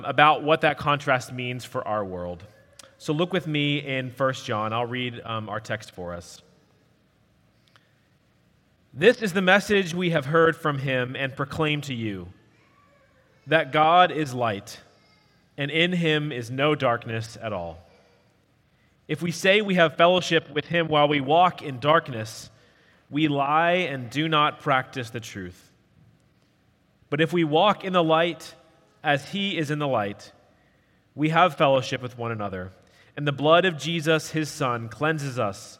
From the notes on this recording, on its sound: At Redeemer Presbyterian Church in Charleston, SC.